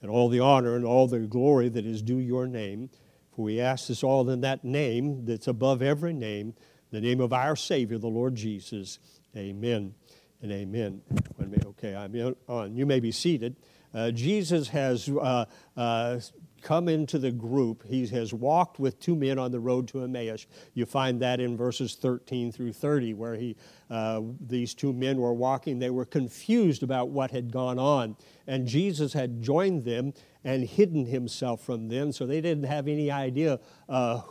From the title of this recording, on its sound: 2023 Mission Conference Night 2